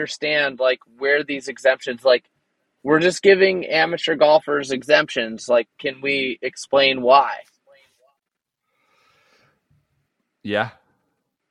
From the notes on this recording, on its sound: We did not have to wait long this year for some sort of recording hurdles. Forced to record on his phone in the car in a grocery store parking lot due to wifi being knocked out from the storms.